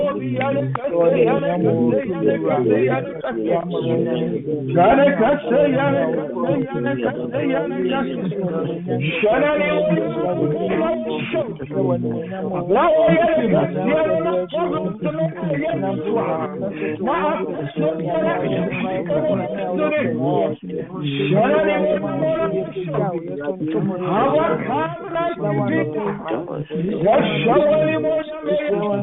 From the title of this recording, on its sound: Conference Call